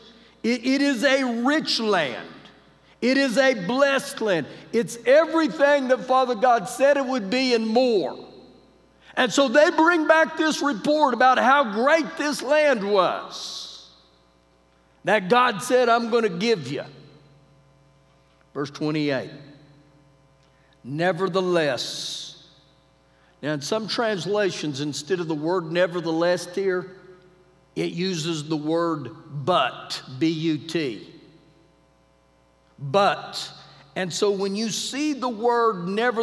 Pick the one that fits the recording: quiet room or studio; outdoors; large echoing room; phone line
large echoing room